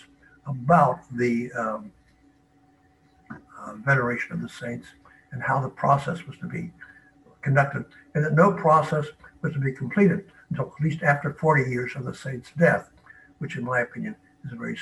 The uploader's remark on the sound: Originally delivered as a live webinar on November 1, 2020.